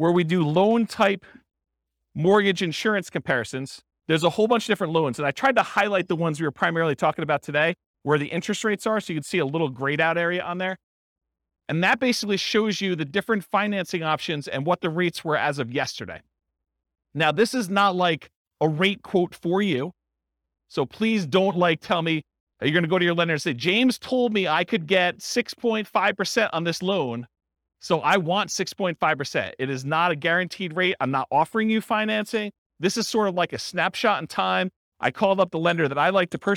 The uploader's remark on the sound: This was a live class recorded